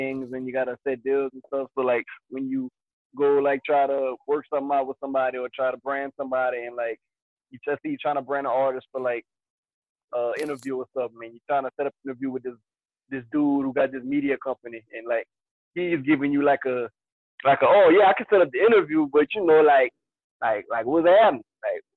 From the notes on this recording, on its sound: This is our first episode live on zoom